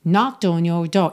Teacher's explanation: o K inicial de knocked é completamente mudo. Você começa no N